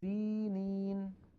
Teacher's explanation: فالياء الأولى والياء الثانية هما مدان طبيعيان في حال الوصل